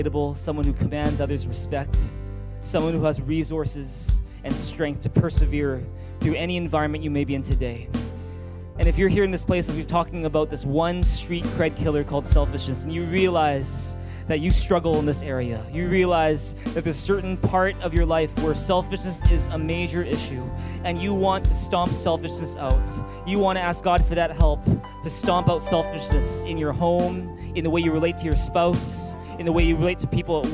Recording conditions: large echoing room